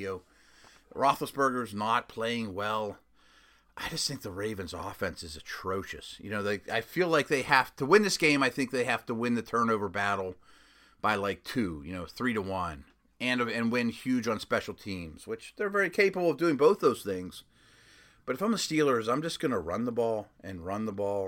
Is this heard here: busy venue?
no